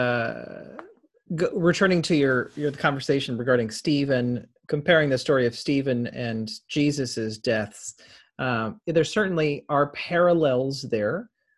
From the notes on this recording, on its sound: Interfaith Zoom Class. Zoom lecture.